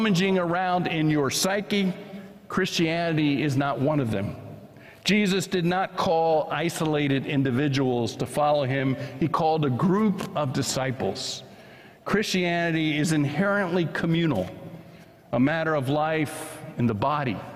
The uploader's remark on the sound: was preached at First Presbyterian Church of Allentown on July 9, 2023.